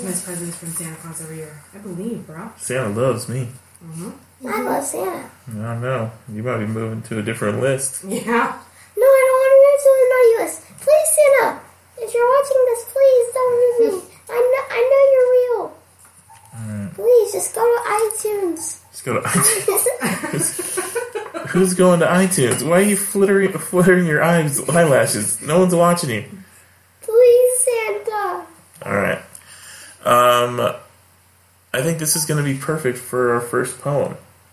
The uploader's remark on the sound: I apologize for the audio quality.